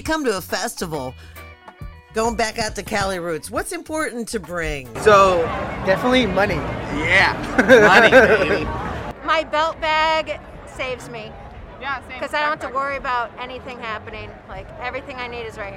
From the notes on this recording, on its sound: Talking with Festival Lovers at Cali Roots. Woodstock Nation headed to the 10th Anniversary of Cali Roots - a 3 day Reggae music festival the Monterey County Fairgrounds.